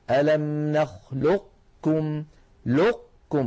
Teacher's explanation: كما ذكرنا ويدغمها في الكاف إدغاما ناقصا، هكذا ألم نخلقكم لقكم، فيكون إغلاق المخرج على قاف ساكنة من غير قلقلة ويكون الفتح على كاف متحركة